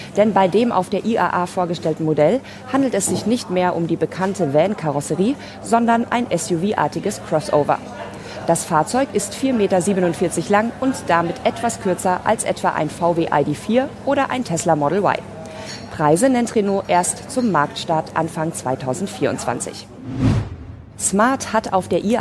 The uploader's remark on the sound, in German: wir senden wieder live vom Open Space der IAA auf dem Königsplatz in München!